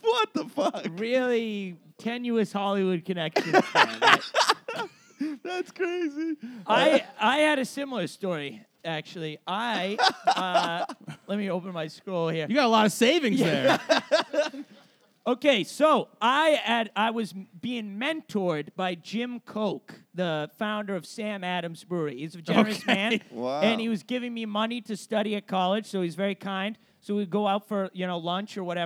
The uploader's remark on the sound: We did an episode live at the 730 Tavern. The audience was laughing too but its difficult to hear.